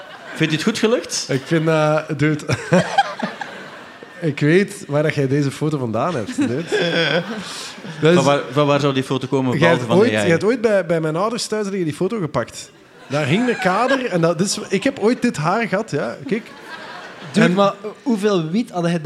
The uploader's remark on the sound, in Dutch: De Popcast van het jaar live in AB